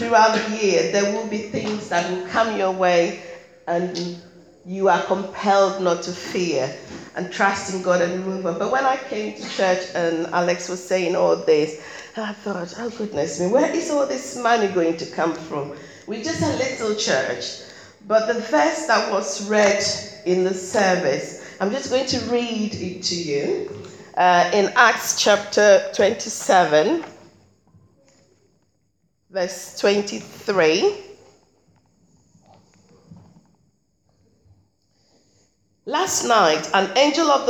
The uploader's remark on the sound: Recorded at Beacon Church 8th Jan 2017